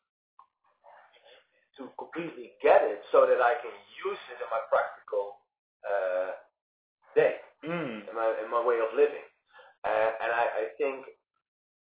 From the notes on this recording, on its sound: (audio issues). Despite our audio issues.